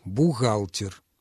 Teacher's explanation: Редкий случай, кстати, в русском языке, когда мы произносим вот это «Г» фрикативно, которое характерно для южнорусских говоров и украинского языка